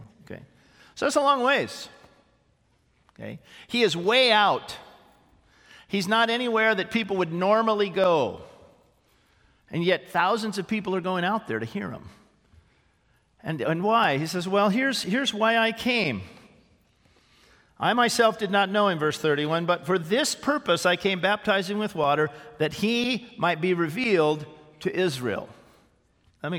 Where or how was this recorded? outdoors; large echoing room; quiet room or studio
large echoing room